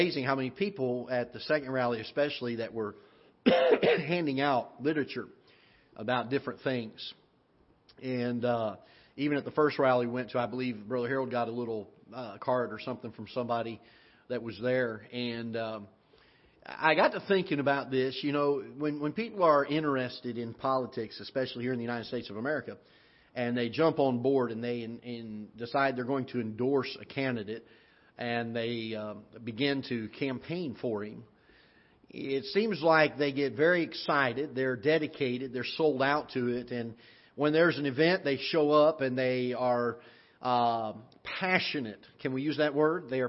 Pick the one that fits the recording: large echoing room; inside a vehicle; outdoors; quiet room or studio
large echoing room